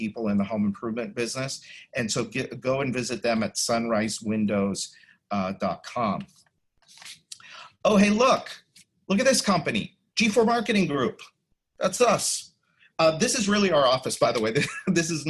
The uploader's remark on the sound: the audio from a special online event